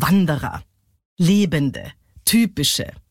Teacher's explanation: Viertens, der Daktylus. Daktylus hat die erste Silbe betont und dann zwei unbetonte.